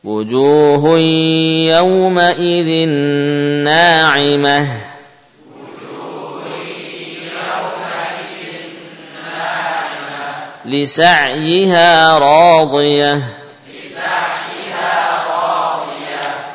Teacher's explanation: Waqaf pada huruf ha dan ta marbutah adalah dengan membaca, membacanya dengan hak sukun.